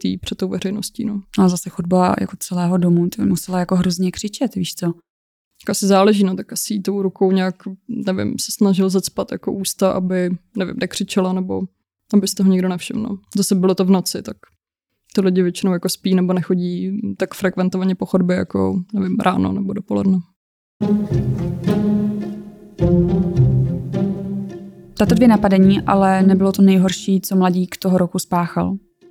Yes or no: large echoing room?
no